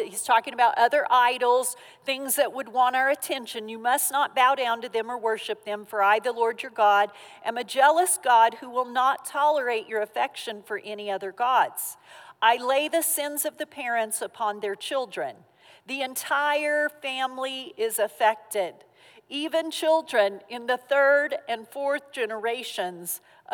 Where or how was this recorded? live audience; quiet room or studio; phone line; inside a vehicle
live audience